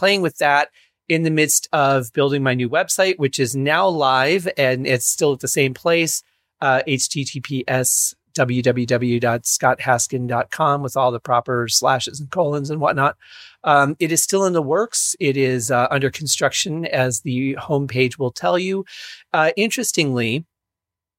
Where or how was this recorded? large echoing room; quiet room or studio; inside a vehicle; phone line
quiet room or studio